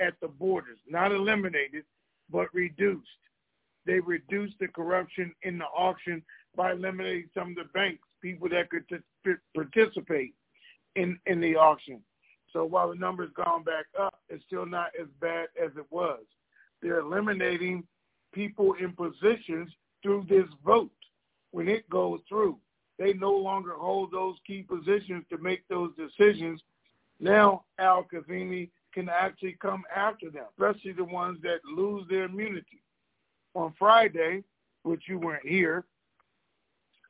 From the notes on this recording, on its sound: TNTSuperfantastic Conference Call